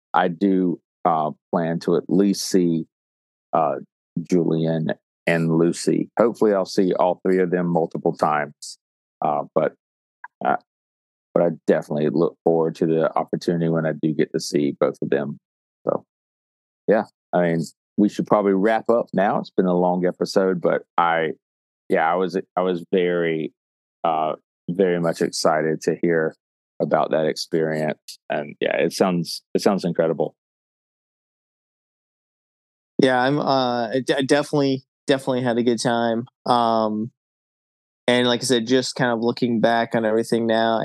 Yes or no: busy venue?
no